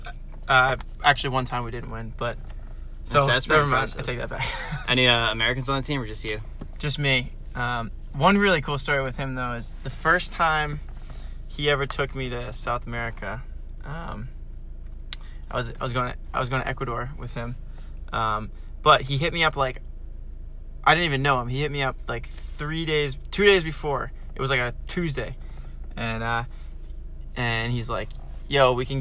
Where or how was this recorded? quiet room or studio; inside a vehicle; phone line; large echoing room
inside a vehicle